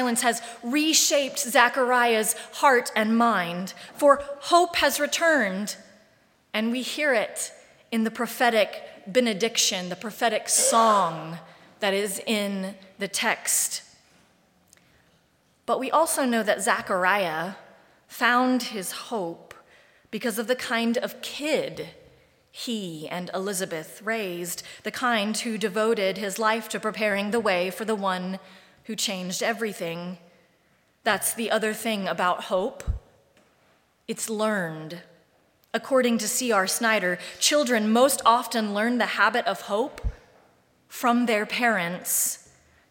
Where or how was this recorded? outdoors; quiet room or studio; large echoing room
large echoing room